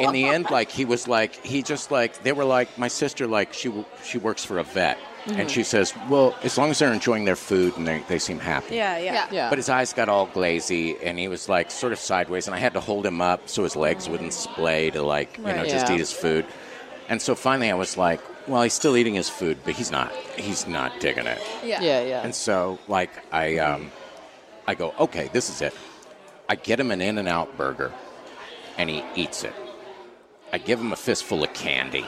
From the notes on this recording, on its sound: LIVE from The Sizzler in Eagle Rock, CA